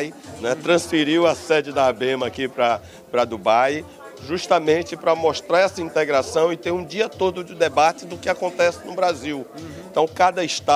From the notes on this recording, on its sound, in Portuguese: Prosa gravada no ABEMA DAY, da Associação Brasileira das Entidades de Meio Ambiente, evento que contou com a presença de inúmeros associados e pessoas da sociedade civil durante a COP28, em Dubai.